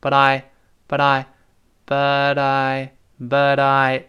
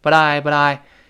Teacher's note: But I 中间有个轻轻的舌尖儿带一下